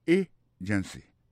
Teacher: Pour mot agency, hein, accent tombé sous premier syllabe là. Agency. Deux autres syllabes qui sont derrière eux, faible. · Term: accent tonique